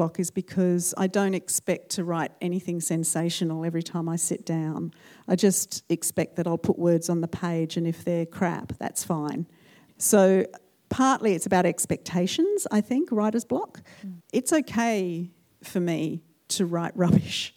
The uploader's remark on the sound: Recorded at the Marion Cultural Centre. In front of a full house.